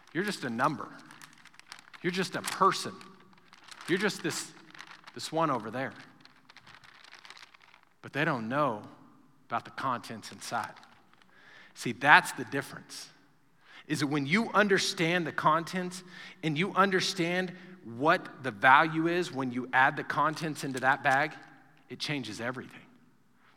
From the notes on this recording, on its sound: Recorded live during our Wednesday night service